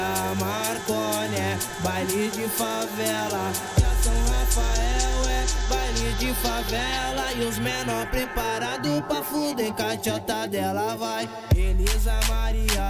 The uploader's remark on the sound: Recorded LIVE from Mix Lounge.